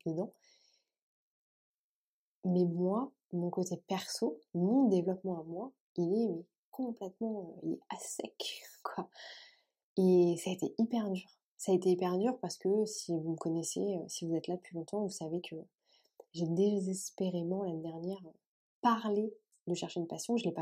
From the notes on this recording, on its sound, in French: Petit problème de son, mais ça me semble consommable